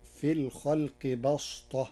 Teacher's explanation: قرأ ورش كلمة بسطة بالصاد، فتصير في الخلق بسطة، لمجاورة الصاد الطاء، وهي لغة قريش.